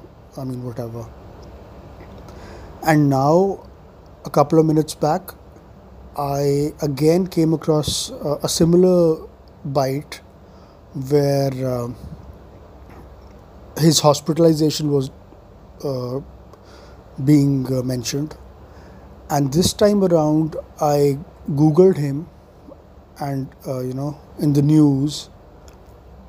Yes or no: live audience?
no